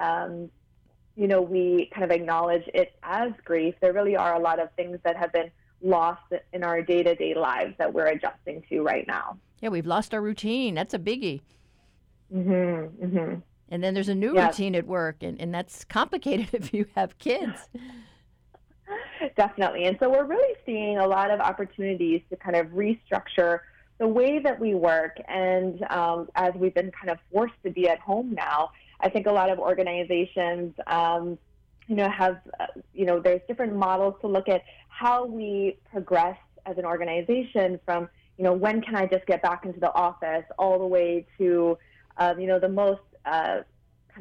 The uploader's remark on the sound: In today's live call-in show.